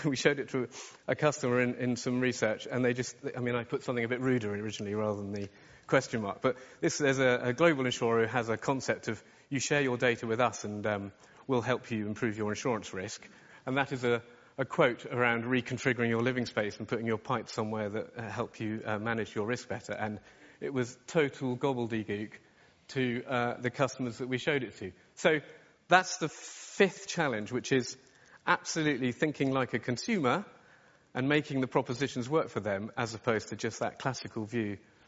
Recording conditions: live audience